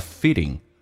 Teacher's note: T 要浊化成 D 叫 fitting